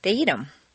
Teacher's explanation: in fluent speech, the th of them is frequently dropped